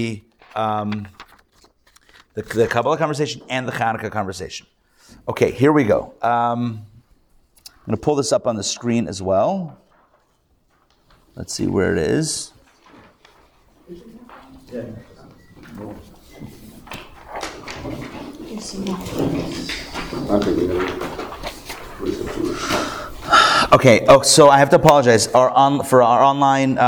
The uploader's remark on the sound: Recorded live at The Torah Center ATL on Sunday, December 10, 2023.